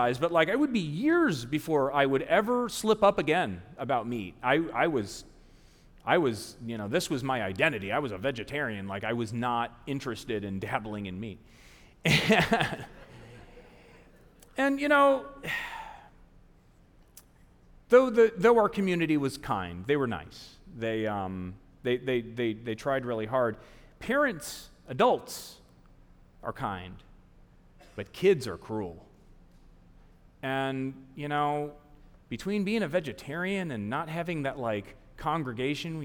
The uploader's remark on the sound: A WJCT Public Media and Florida Threatre Production. This episode, recorded live at the iconic Florida Theatre.